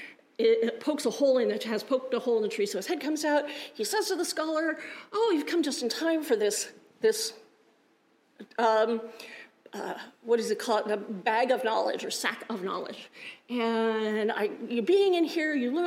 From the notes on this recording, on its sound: Resurrection Lutheran Church - Sunday Service. Juneau Live!